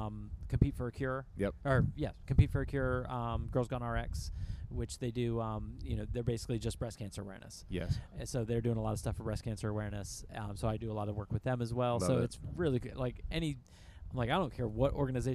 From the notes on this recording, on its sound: Live from the CrossFit Games. We are LIVE in Madison, WI at the 2023 NoBull CrossFit Games and sit down in the Mayhem Lounge.